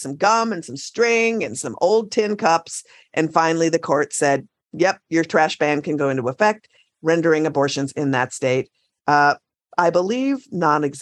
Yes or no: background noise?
no